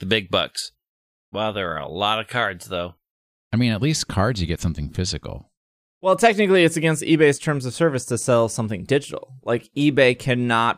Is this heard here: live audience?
no